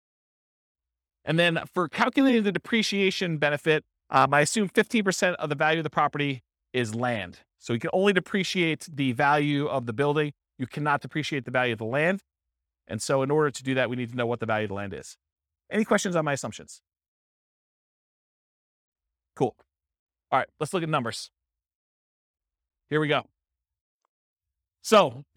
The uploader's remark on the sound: This was a live class recorded